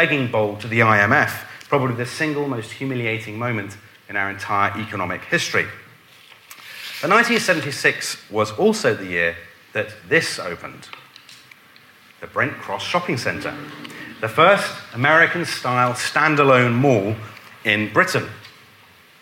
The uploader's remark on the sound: a lecture delivered at our History Weekend festival